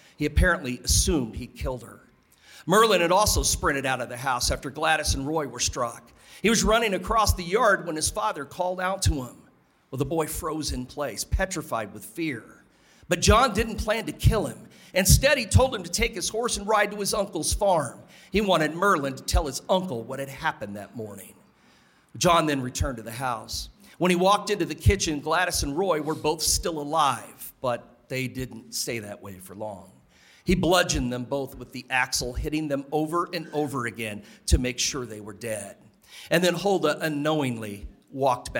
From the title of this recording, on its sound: Live From Dead of Winter 2024